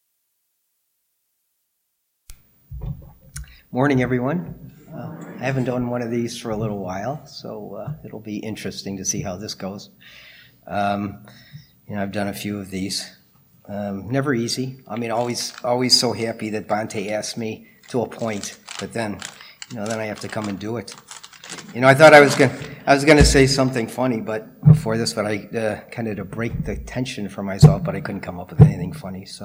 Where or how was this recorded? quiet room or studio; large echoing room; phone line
large echoing room